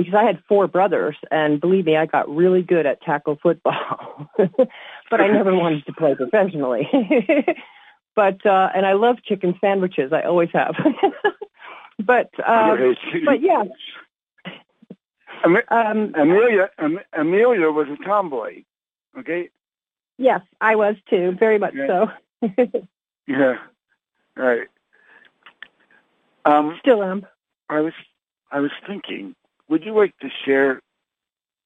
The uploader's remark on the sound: Conference Call LIVE